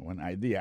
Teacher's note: accent vient tomber dans la deuxième syllabe là